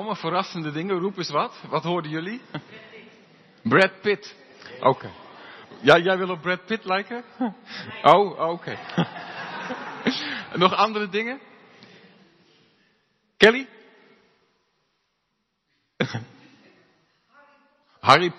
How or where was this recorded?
large echoing room